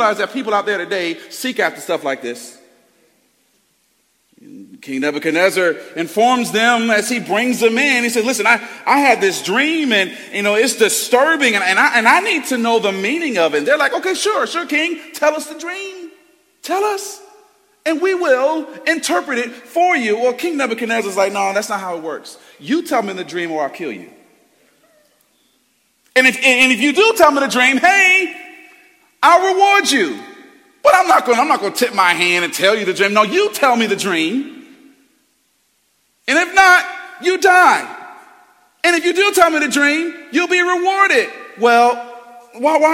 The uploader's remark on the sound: Preached Sunday January 14th, 2023 at Woodside Bible Church, Pontiac Campus